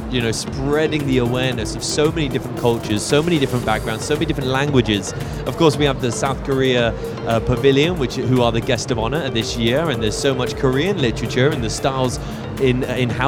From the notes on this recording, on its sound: Live from SIBF 2023. Visitor at the SIBF.